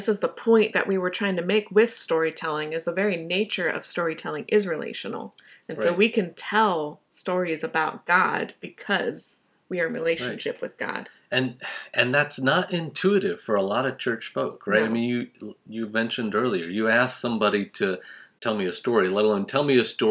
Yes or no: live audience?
no